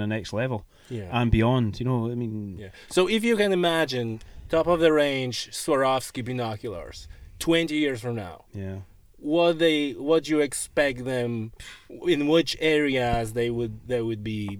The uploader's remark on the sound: This episode of the podcast was recorded during the Swarovski Open Day that took place on the 14th of April 2018 in the Kingdom "An Riocht" Rifle & Pistol Club.